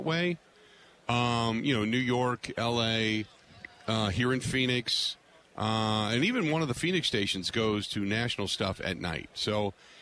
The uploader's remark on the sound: Live From Super Bowl Radio Row